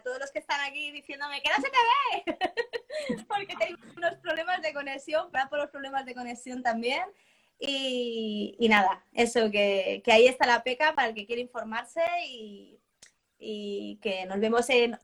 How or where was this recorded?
video call